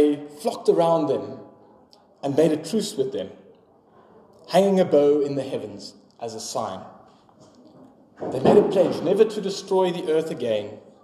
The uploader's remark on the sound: Sermon preached on 18 February 2024 at Pinelands Gemeente.